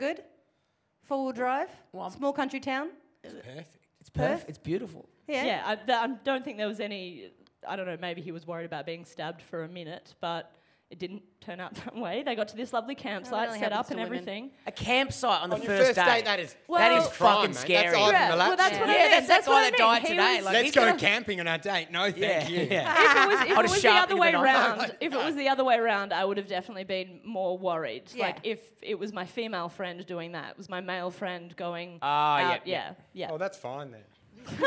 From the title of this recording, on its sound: Live in Perth